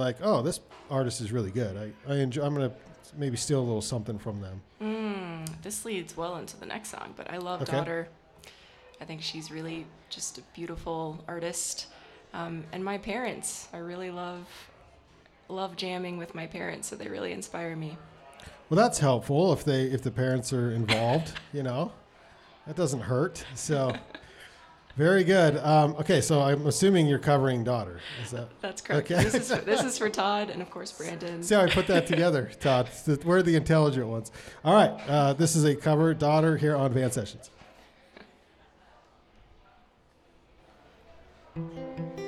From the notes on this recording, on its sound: A LIVE studio audience recording of Van Sessions at The Monarch! Recorded during Ogden's First Friday Art Stroll. Join us every first Friday for recordings at The Monarch Building in Ogden, Utah.